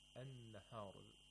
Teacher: we have another hamzatul wasl here, which is not pronounced, since again, it's in the middle of the utterance. And also the lam is not pronounced